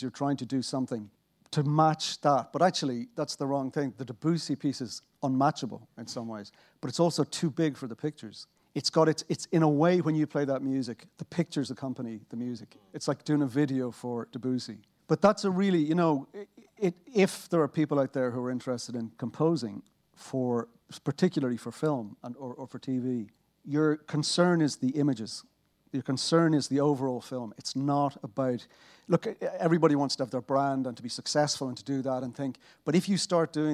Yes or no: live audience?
yes